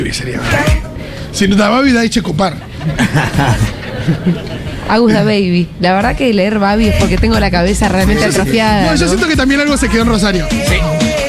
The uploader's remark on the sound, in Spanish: en vivo en la terraza de Yunta Bar